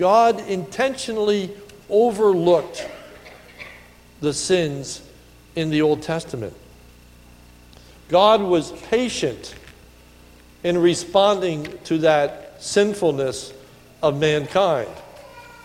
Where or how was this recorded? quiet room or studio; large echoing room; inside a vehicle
large echoing room